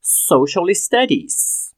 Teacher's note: Juntou o som do L com o som do I, que é pronunciado no S do studies, ficou li, socially studies. · Term: linking sound